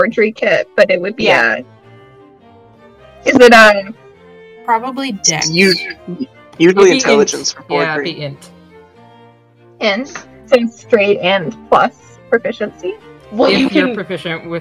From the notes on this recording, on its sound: Please note the audio quality on this first session is patchy, but that improves in subsequent episodes.